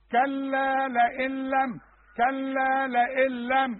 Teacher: بقول لك اشبك للهمزه مع اللام